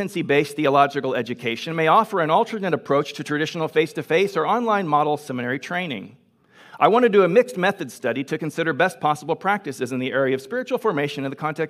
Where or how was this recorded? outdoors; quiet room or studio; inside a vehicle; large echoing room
large echoing room